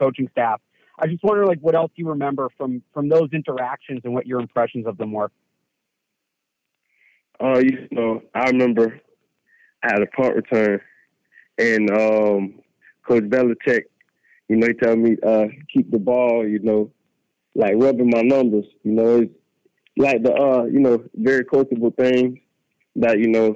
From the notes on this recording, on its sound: addresses the media during his conference call